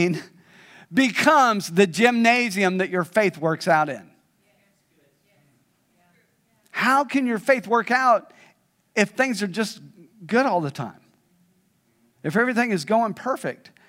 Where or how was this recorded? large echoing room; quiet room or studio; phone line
large echoing room